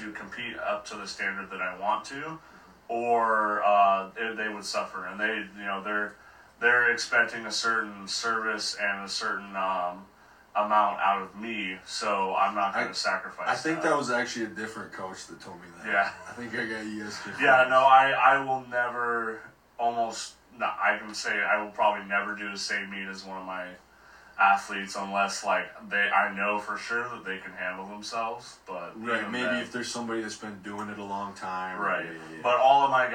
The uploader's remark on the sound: Unfortunately there was a technical issue with the video and it did not get recorded properly. This isn't a good audio capture.